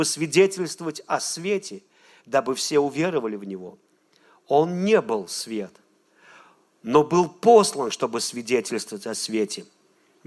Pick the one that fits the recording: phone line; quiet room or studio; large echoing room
large echoing room